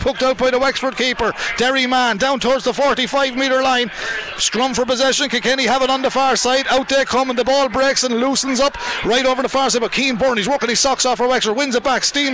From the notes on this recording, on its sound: We were in UPMC Nowlan Park. Live in the stands.